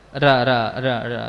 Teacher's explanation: dalam bahasa kita huruf ra-nya bukan dari ujung langit-langit tapi dari tengah